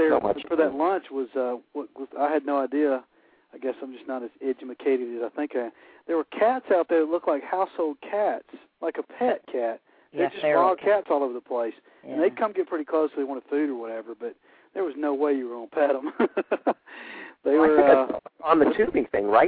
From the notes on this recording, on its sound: fans call